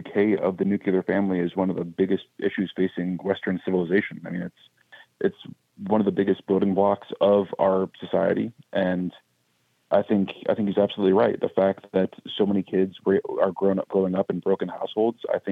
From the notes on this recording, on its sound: we take your calls in open phones across America